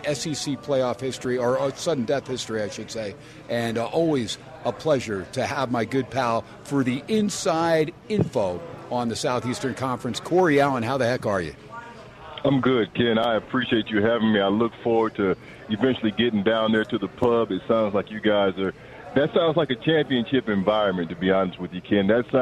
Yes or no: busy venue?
yes